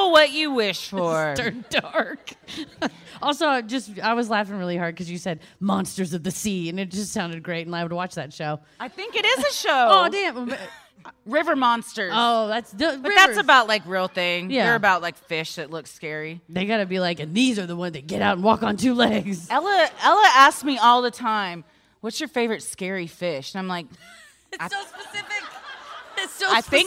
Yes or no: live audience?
yes